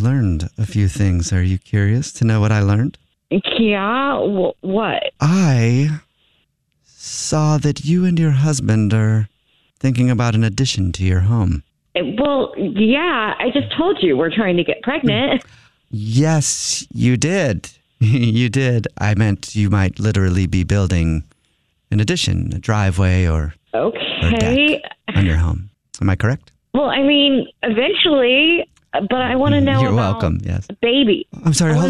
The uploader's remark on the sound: is on the phone